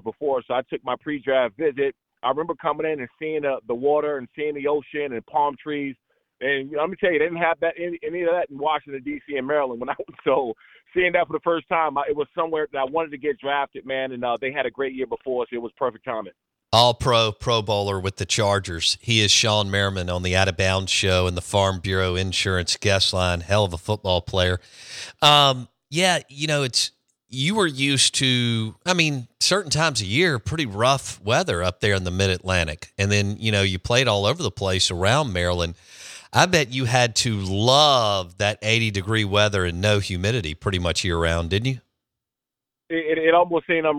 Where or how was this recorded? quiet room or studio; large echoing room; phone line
phone line